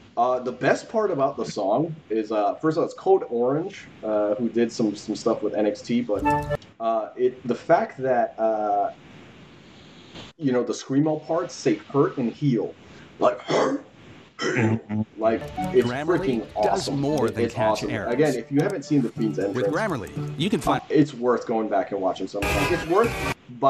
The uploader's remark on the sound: My mic completely failing and my PC defaulting to my webcam mic.